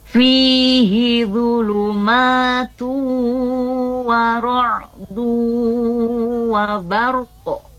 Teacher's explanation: n-nya dibaca masuk ke huruf waw dan disertai dengan dengung · Term: idgham bigunnah